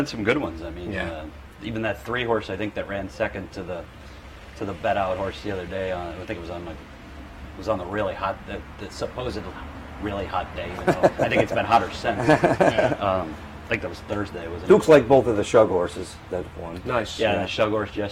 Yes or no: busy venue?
yes